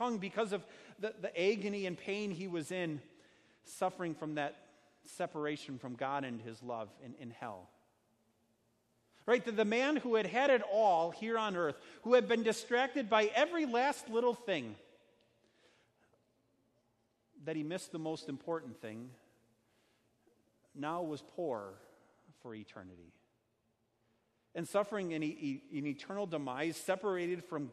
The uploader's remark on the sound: Sermon preached at Our Savior Lutheran Church in Birmingham, AL, on Sunday, October 6, 2019.